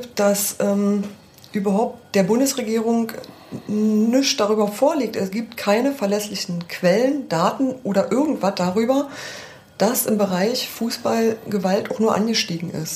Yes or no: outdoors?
no